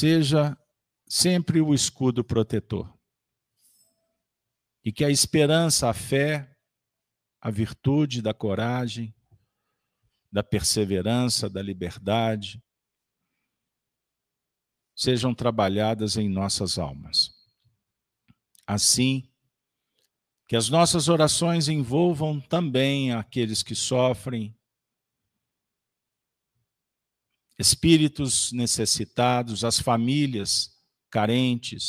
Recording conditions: live audience